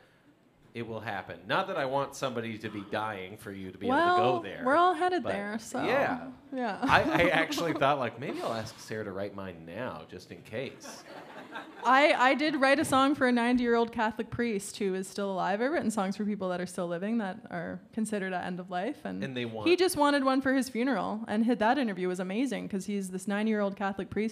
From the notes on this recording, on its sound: Recorded live on stage at The Union Street in Berwick, Nova Scotia.